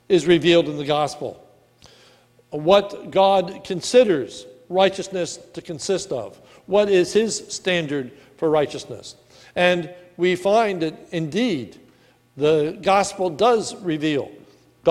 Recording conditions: large echoing room